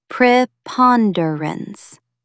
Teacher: Stress the second syllable, preponderance.